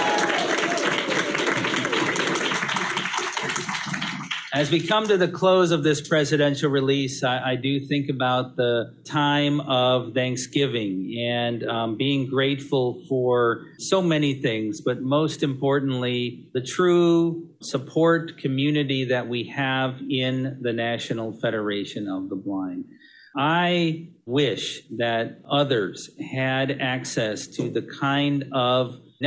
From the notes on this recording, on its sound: before a live virtual audience in San Diego at the NFB of California state convention